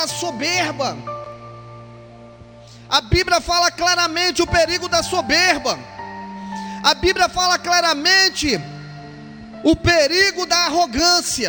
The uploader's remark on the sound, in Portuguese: IGREJA ASS. DO NOME DO SENHOR JESUS EM JD. TROPICAL. Culto transmitido ao vivo pela RÁDIO LIVE GOSPEL.